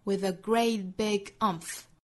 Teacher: great 后面的 t 略掉，big 和后面的 umph 是可以做连读的，但是我们这里面强调了 umph 这个词，我们讲到强调哪个词重读哪个词，在这个词的前后可以有停顿， big 后面停顿一次再发很重的 umph。